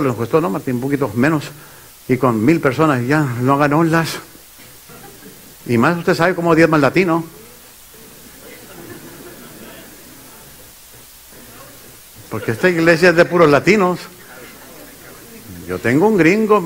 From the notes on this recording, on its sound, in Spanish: Esta lección fue grabada en vivo durante las conferencias de Liderazgo Enfocado el 22 de abril, 2019 en la iglesia Centro Familiar Cristiano